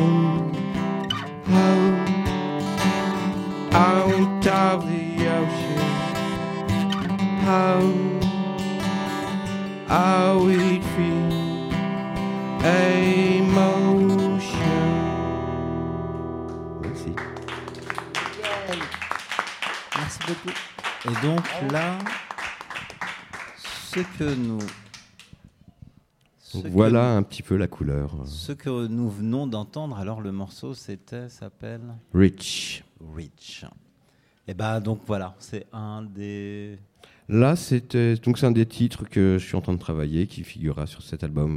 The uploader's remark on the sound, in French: Enregistré en public, au 6b, à Saint-Denis, 6 -10 Quai de Seine, 93200 Saint-Denis. À l'occasion des Portes Ouvertes du 6b.